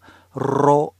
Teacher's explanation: 思ってください。ロは日本語のロでもまあいいですが、ロと舌先を震わせるのがきれいに聞こえます